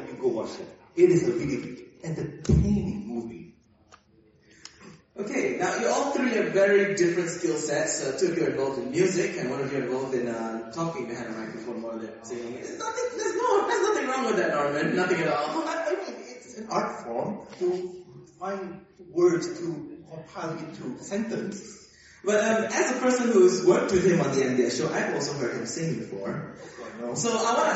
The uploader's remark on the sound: we head to SEAPony Con